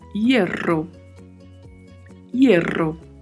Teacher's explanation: A letra H não é pronunciada. A letra E tem sempre um som fechado, então utilizamos a sonoridade E. E o duplo R tem um som vibrato.